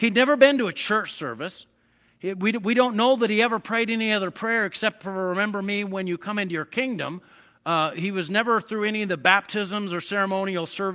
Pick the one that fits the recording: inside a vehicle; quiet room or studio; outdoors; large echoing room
large echoing room